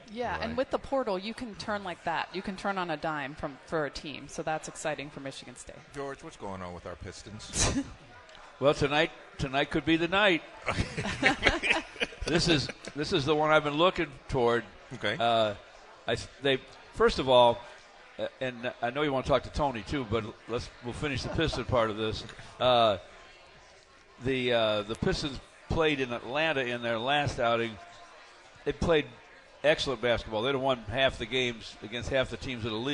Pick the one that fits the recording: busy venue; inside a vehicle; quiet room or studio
busy venue